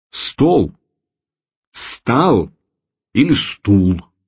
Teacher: Усиливаясь постепенно на запад от Москвы, акающий говор переходит в белорусское наречие, которое совсем не терпит «о», заменяя его даже с ударением звуками «а» или «у»